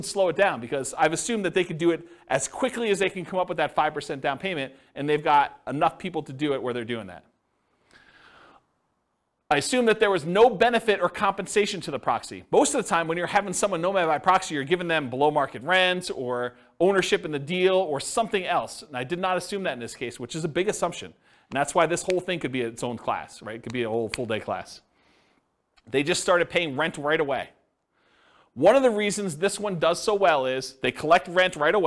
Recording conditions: live audience